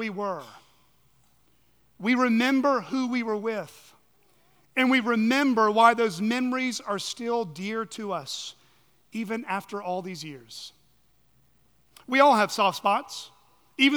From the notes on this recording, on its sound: on the morning of September 3, 2023, at Chaffee Crossing Baptist Church in Barling, AR.